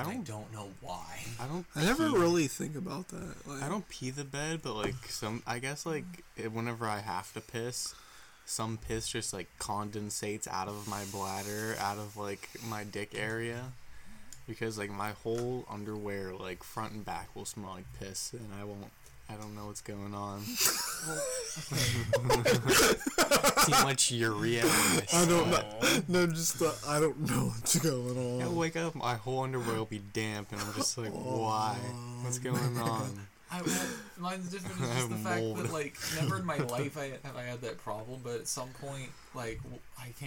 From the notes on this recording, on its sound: We tried recording in a new setup and it didnt work!